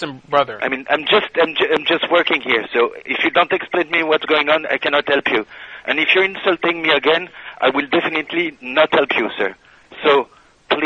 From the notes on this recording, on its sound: Prank Phone Calls